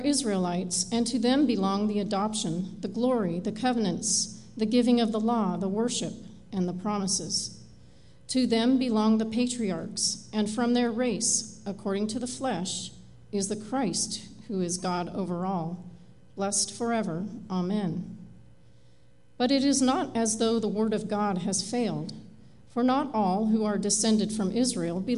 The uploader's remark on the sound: Live Worship Service